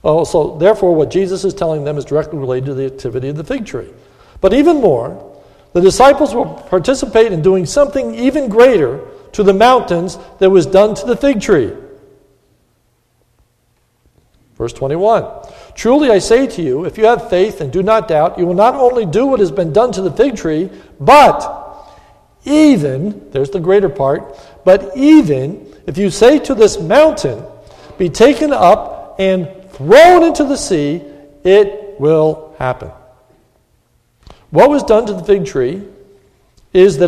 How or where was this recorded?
large echoing room